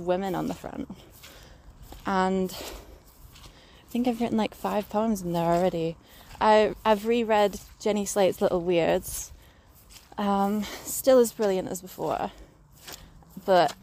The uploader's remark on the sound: all accompanied by some sounds of nature (sorry about my squelchy boots!